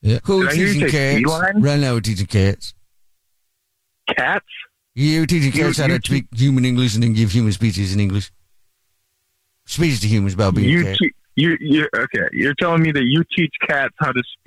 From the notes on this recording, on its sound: phone prank style